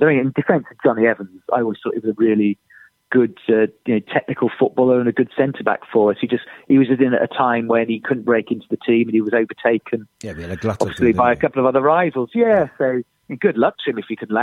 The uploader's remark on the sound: on the phone